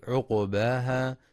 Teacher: ينتبه القارئ في كلمة عقباها لسكون القاف مع القلقلة، فلا يقرأ بضم القاف عقباها والصواب سكونها.